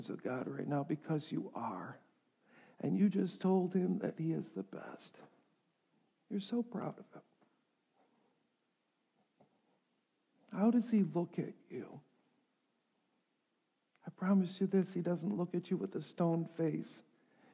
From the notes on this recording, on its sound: This lesson was delivered during the first service on Sunday, January 13.